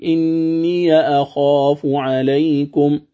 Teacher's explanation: ورش يقرأها بالفتح، بفتح ياء الإضافة